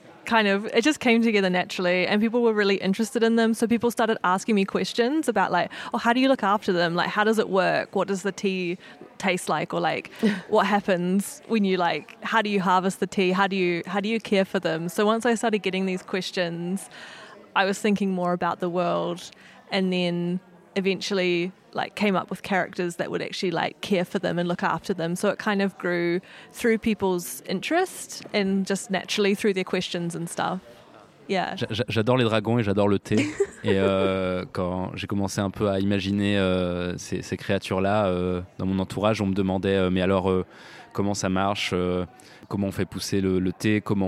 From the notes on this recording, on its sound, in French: Festival International de la BD d’Angoulême 2024. Interview au Festival International de la Bande Dessinée d'Angoulême.